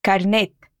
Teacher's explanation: A gente tem o tezinho no final, mas ele é muito sutil.